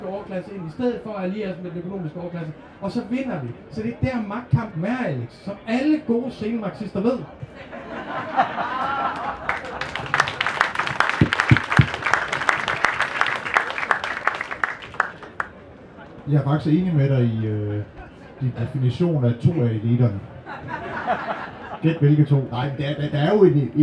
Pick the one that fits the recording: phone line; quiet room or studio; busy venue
busy venue